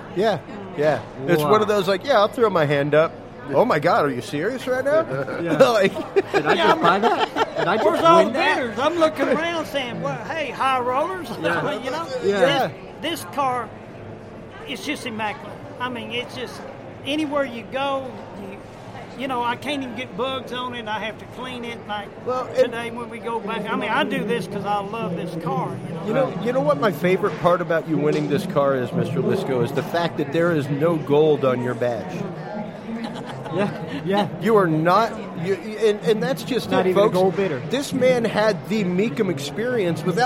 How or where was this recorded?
busy venue